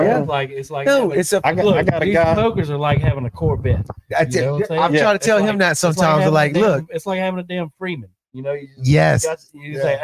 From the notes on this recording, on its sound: We are live at Salt Pepper Oak.